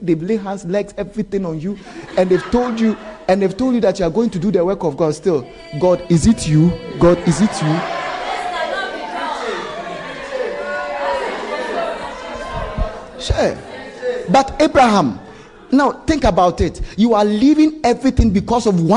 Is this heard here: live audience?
yes